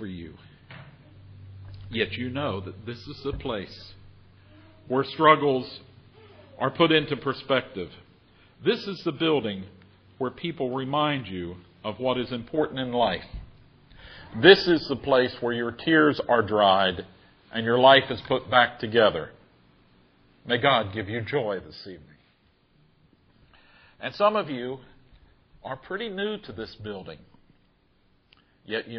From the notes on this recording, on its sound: Recorded on Christmas Eve, 2023 at Cedar Grove UMC in Parkersburg, WV.